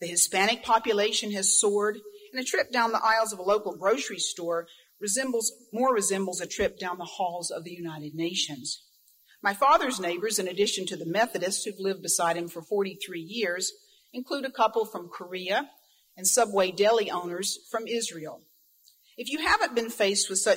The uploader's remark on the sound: Recording of Grove City College's Chapel service. This audio interview was conducted by Grove City College Archivist.